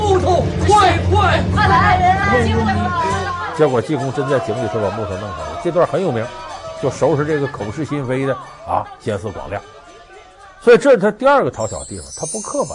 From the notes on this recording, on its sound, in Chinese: 還有聽故事的觀眾。